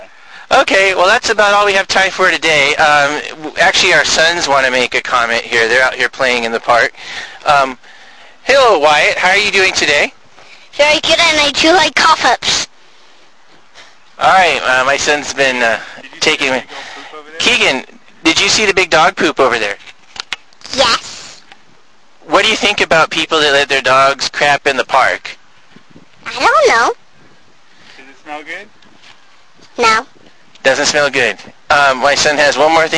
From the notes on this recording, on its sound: Live from East Portal Park.